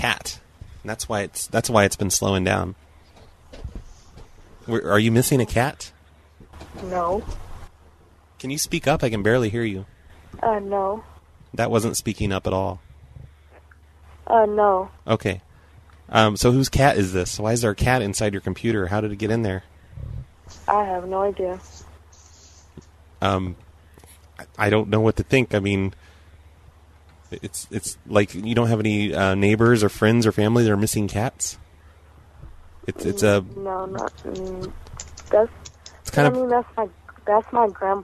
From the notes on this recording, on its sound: …'s Personal Prank Phone Calls Collection.